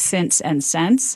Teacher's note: the same vowel needs to merge in words like since and sense